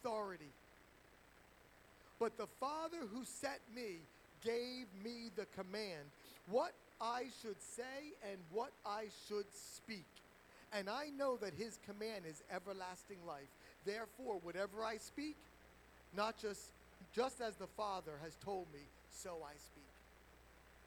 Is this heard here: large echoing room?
yes